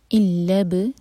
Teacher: تو جب حمزة الوصل بیچ میں آئے تو اس کو پڑھا نہیں جاتا، تو ہم لام کو با سے کنیکٹ کریں گے، اور با پر سکون ہے تو با پر قلقلہ